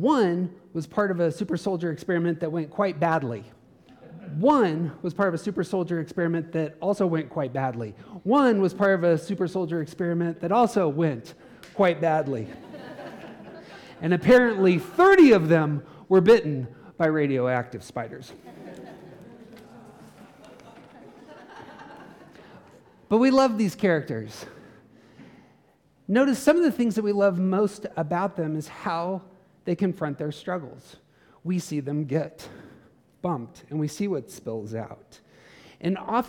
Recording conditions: live audience